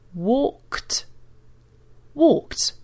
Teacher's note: And in the past, you have to add the sound of a K. It's spelt K-E-D at the end, but it actually sounds like a K and then a T.